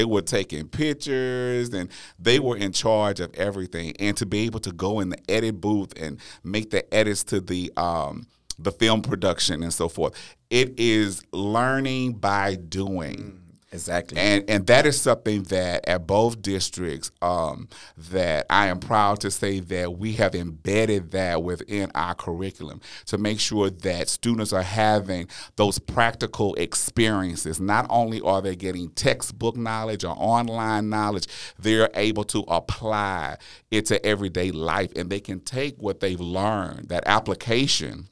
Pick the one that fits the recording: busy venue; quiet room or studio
quiet room or studio